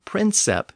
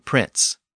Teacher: The original Latin version of prince was princep, P R I N C E P. The P sound at the end was dropped over time · Shown in: second take · and princep became prince.